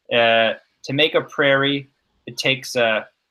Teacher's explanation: there's a pause in between prairie and it. Because you're starting a new phrase, but also the E on prairie is unstressed and the it is unstressed, which is a little awkward.